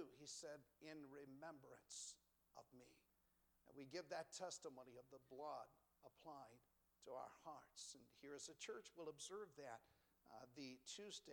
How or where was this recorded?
large echoing room